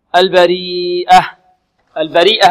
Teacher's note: مد متصل، يمد أربع حركات، وسمي متصلا كما سبق بأن الهمزة ماذا اتصلت بحرف المد في كلمة واحدة.